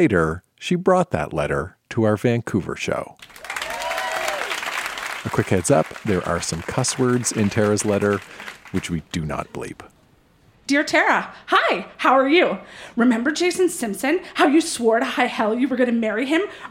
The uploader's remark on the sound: Recorded live in Vancouver, BC.